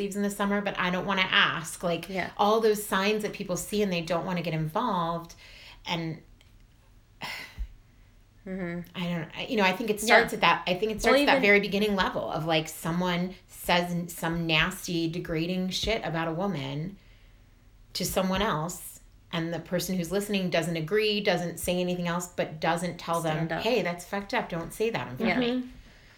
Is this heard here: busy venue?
no